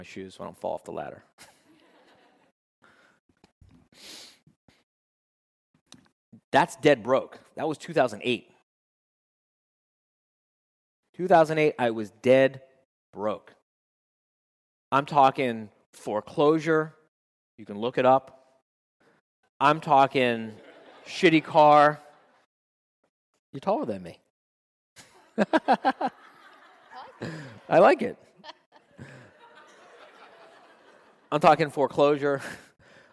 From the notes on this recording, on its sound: at …’s Live Quarterly Meeting in West Palm Beach, Florida